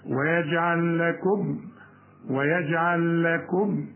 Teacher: هندخلها في اللام الثانية وتبقى لام واحدة إدغام